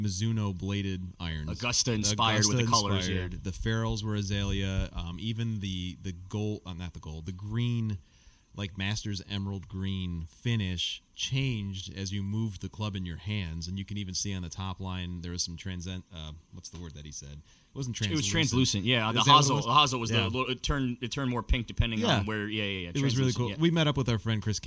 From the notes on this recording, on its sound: LIVE from the 2024 PGA Show. (face-to-face for the first time!). Live from Orlando, Florida to reflect on the 2024 PGA Show.